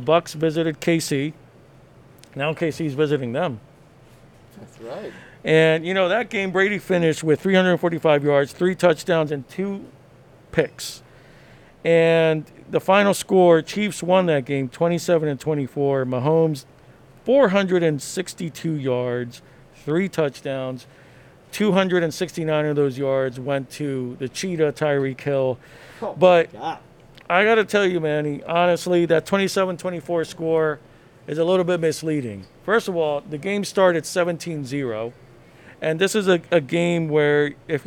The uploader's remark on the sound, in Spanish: Woodmoor Market Special. Live #eventoenvivo.